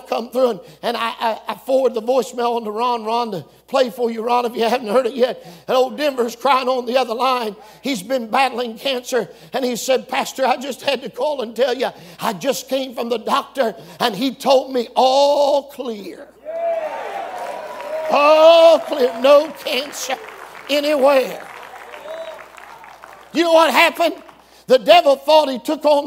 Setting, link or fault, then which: setting, live audience